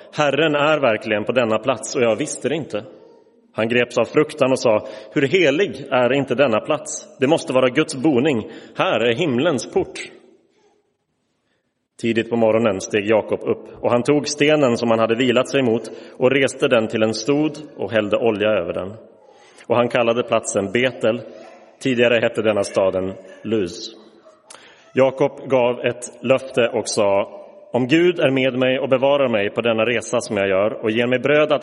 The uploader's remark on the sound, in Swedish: Inspelad i Roseniuskyrkan